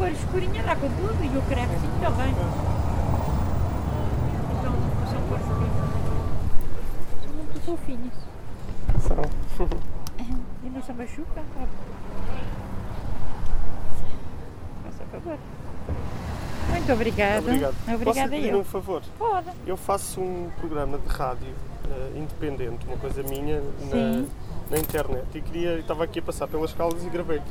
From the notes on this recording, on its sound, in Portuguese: A terceira história do ÓCIO DO POVO foi gravada no final de Agosto de 2020 na Praça da Fruta nas Caldas da Rainha. O único Mercado ao ar livre em Portugal.